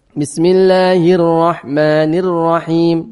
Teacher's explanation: Yang tebalnya ro-nya saja. Hirnya itu tipis.